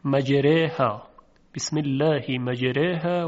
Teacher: فلذا حرف را هم دیگر فتحه ندارد و اون فتحه هم اماله شده و تمایل پیدا کرده به کسره و از این جهت حرف را ترقیق میشه